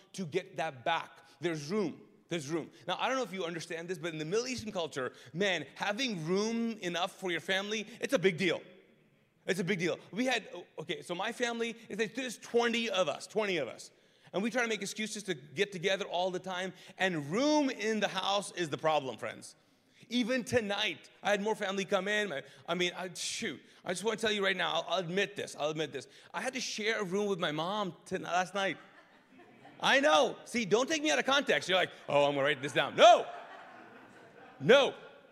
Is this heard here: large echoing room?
yes